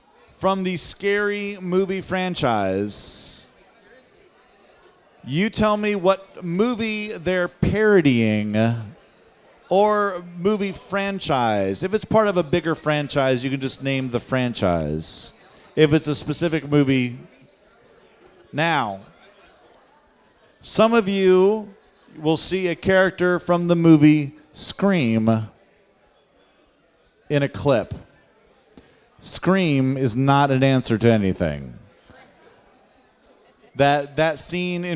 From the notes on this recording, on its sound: It's our second live Halloween pub quiz, this time at the fabulous Berliner Pub!